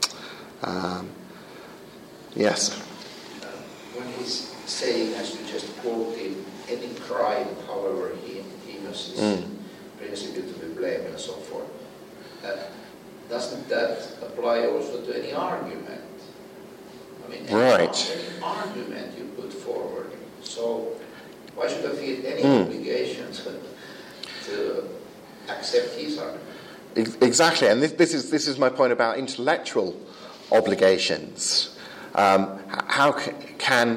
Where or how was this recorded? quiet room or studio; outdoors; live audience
live audience